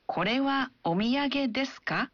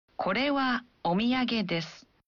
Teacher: Ia mengatakan, saat kita mengajukan pertanyaan dalam bahasa Jepang, kita tidak mengubah susunan katanya. Kita hanya menambahkan partikel ka pada akhir kalimatnya dan mengucapkannya dengan intonasi menanjak. · Shown in: first take · Jadi tambahkan ka terhadap kalimatnya.